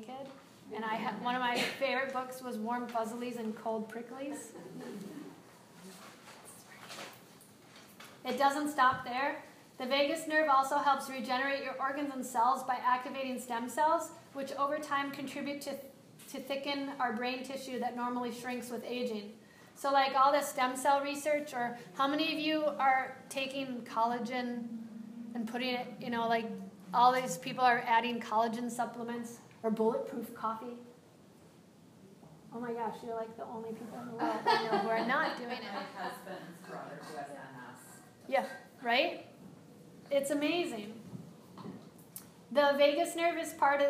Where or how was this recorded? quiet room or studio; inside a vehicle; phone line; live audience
live audience